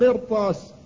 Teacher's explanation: فإن الراء تفخم لمكان حرف الاستعلاء الذي بعدها